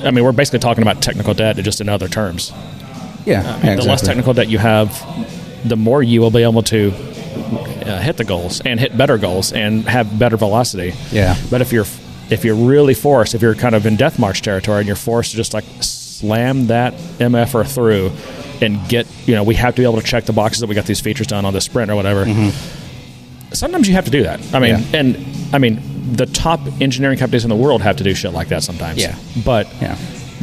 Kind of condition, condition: setting, busy venue